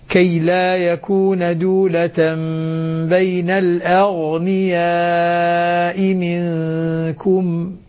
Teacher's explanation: صفة الرخاوة لأن القلقلة على الحروف الشديدة أما الغين فهي حرف رخو